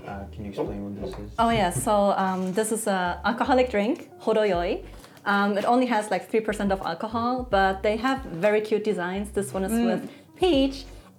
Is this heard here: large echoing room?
no